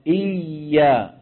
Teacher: صوت الياء لا ينقطع لأنها حرف رخو